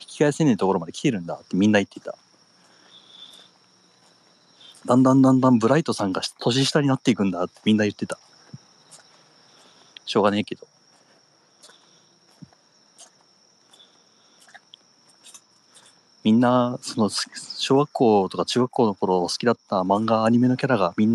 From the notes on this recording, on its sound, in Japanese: 若干咳き込みながら地元をぶらぶらと歩きながら配信します